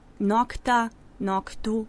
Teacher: zvučni suglasnik g ispred bezvučnog t prešao u svoj bezvučni parnjak k, a u zavisnim padežima smo dobili danas dobro poznate oblike nokta, noktu i tako dalje.